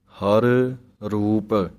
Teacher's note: ਦੋਵੇਂ ਰਾਰਿਆਂ ਨੂੰ ਇਕੱਠਿਆਂ ਨਹੀਂ ਕਰ ਦੇਣਾ, ਹਰ ਰੂਪ ਇਸ ਤਰ੍ਹਾਂ ਅਲੱਗ ਅਲੱਗ ਪੜ੍ਹਨਾ ਹੈ